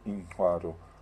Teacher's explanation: On entend le petit burst qui n'est pas très important, mais il est là. Donc vous avez N et vous avez le Ng, et il y a un burst entre les deux. Donc il n'y a pas de T, il y a un relâchement qui est en explosion, qui est phonétiquement... · Term: clic alvéolaire